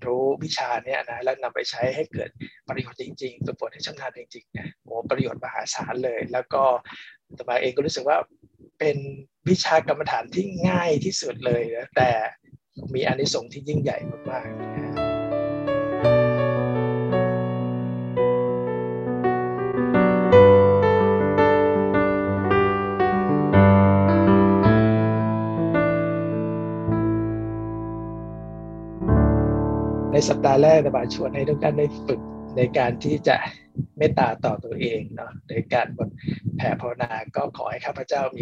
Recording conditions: poor sound quality